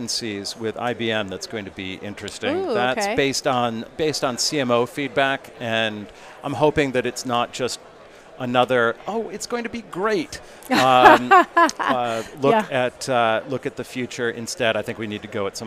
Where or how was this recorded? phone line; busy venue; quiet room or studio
busy venue